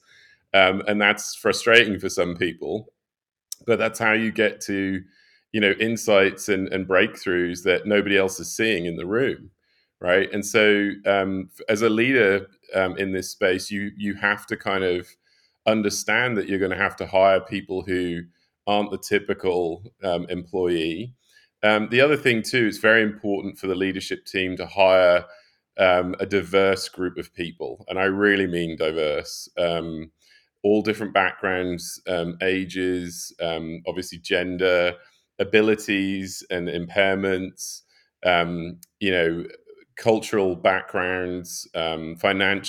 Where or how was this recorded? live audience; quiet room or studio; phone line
quiet room or studio